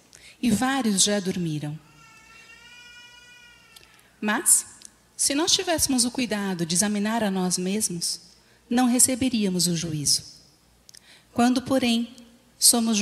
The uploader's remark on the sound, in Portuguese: Culto Ao Vivo